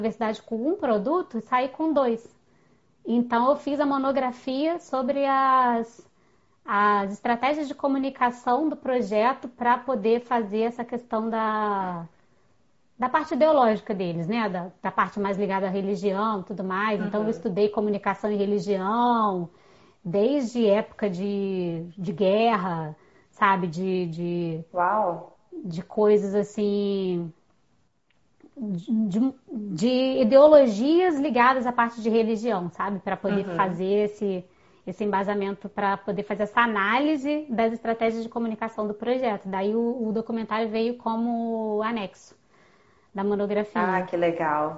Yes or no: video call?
yes